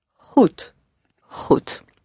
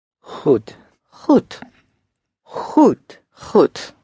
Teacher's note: Though the O sound is always spelled O-E. The D at the end is softened to a T sound.